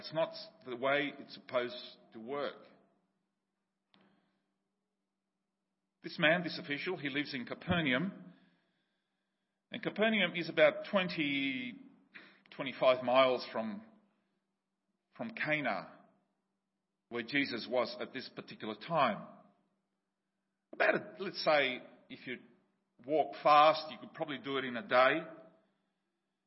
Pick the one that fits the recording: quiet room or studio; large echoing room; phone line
large echoing room